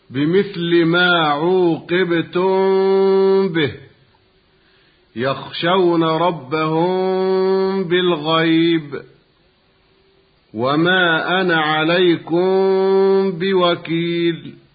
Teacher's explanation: ويسمى هذا إخفاء شفويا لخروج الميم من الشفة